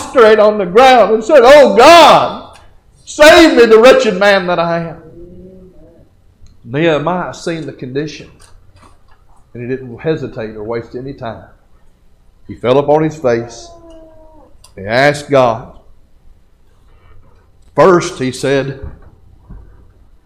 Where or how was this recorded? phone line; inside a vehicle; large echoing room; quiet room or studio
large echoing room